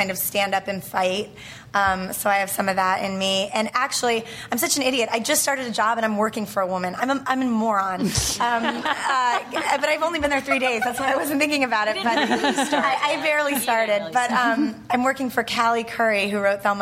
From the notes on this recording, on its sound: ATX Television Festival 2012. Recorded June 2, 2012 at the ATX Television Festival, Austin TX.